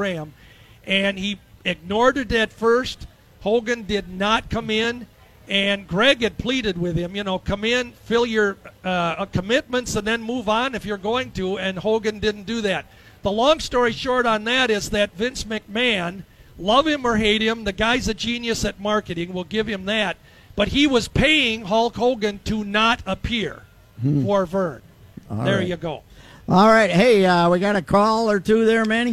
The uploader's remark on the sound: Day One at the Fair. Live from the State Fair.